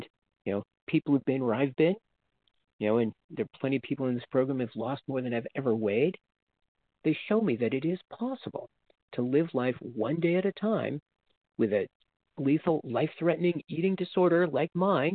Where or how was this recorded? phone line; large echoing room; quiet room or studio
phone line